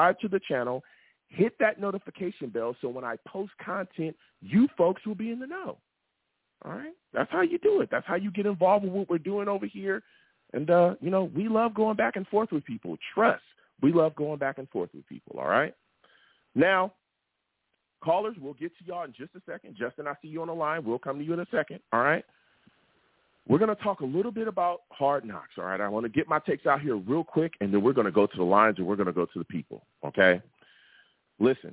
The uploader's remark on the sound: I take live callers!